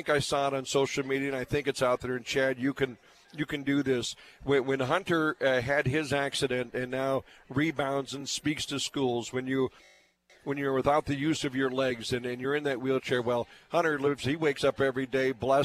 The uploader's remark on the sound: broadcasting live from the north Fargo Applebee's location